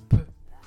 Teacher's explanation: Le F est donc retranscrit comme un P, mais un P aspiré. Dans les faits, on expire en fait beaucoup d'air.